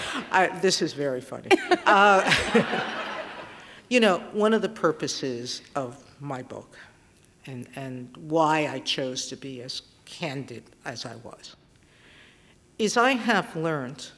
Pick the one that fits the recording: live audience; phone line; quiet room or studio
live audience